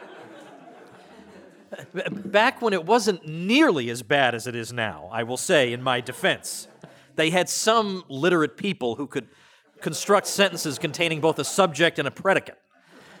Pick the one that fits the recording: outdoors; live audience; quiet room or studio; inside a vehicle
live audience